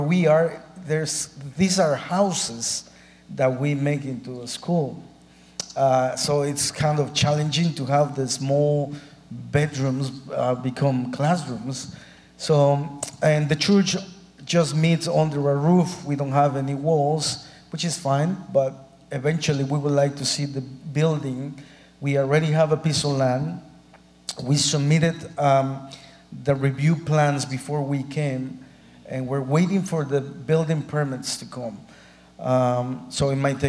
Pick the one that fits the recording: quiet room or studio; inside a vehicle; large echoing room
large echoing room